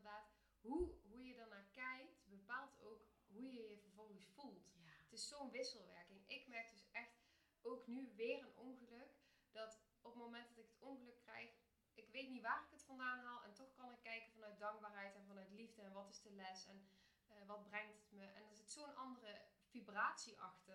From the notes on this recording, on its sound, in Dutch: Het geluid van deze aflevering is heel zacht, dus raad ik je aan om hem met oortjes in of koptelefoon op te luisteren. Houd er dan wel even rekening mee dat zowel de intro als outro best hard gaat in verschil met de opname zelf.